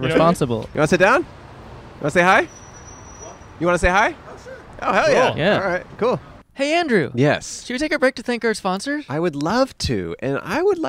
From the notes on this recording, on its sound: A Bus Stop. Recorded 3/14/22 on Santa Monica Blvd in Los Angeles, CA.